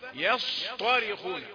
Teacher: يصطرخون ياء مرققة، صاد مفخمة وطاء مفخمة أيضا، يصطرخون، والصاد يزيد فيها صفة الإيه يعني الصفير لابد من تبيينها.